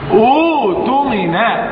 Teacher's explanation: لأن الحرف الثالث منها مضموم أوتمنى، فتبدل الهمزة الثانية وأصبحت مد بدل، أصبحت مد بدل. إذا كلمة تمنى تبدأ بهمزة مضمومة فتبدل الهمزة الثانية الساكنة واو